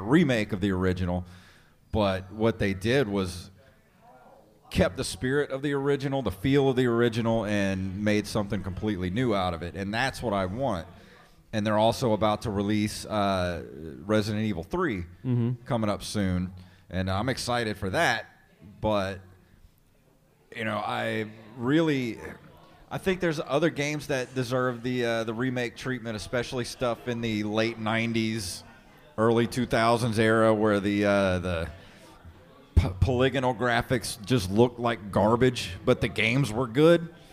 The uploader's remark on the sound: Live at The Wayward Kraken. Travel to The Wayward Kraken to host their first ever live podcast!